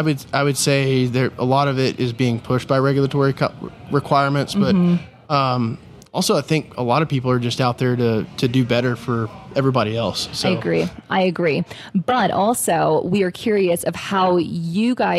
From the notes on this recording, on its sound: During the PBIOS conference